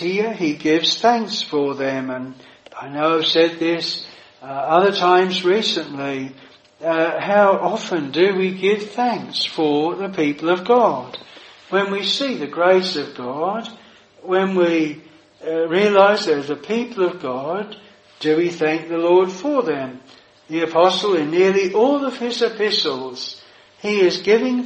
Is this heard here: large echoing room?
yes